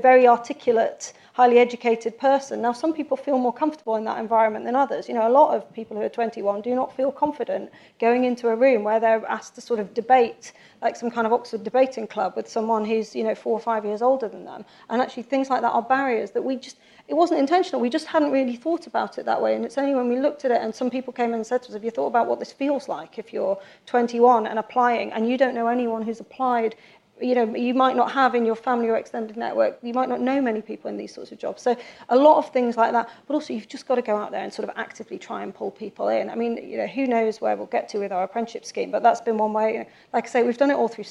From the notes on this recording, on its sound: Live panel discussion this week in London.